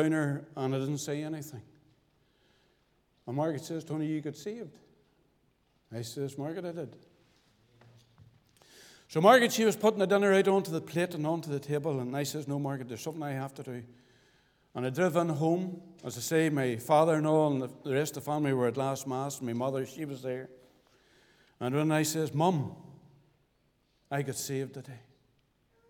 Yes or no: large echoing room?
yes